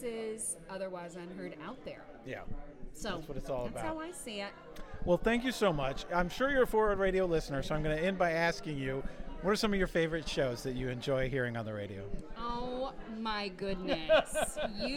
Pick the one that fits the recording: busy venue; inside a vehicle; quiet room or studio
busy venue